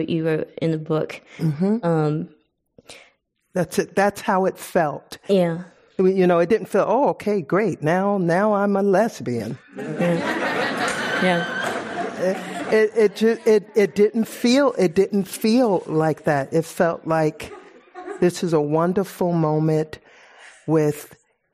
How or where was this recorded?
live audience